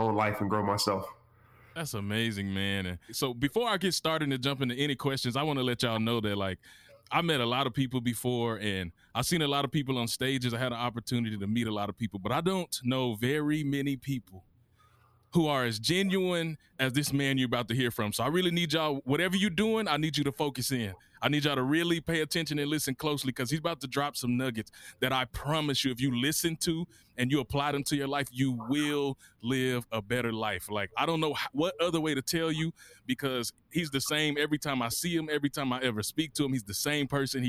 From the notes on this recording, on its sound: discuss via phone call